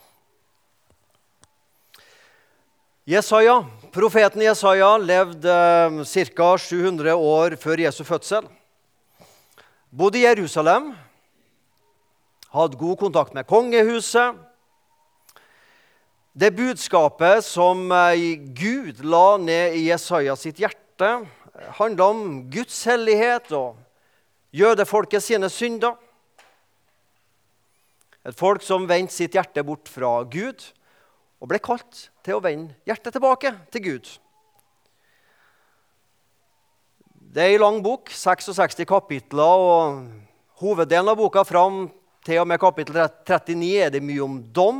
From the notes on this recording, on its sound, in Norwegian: i gudstjenesteni Misjonshuset